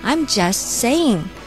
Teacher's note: 所以说 just 最后的那个小 t 啊，我们就把它吃掉。